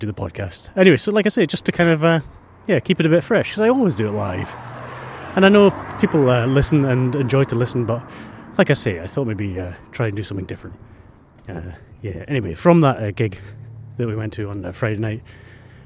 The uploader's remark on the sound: It was recorded as I walked to work. I walked through the streets of Edinburgh talking loudly into my phone looking like a right nutter.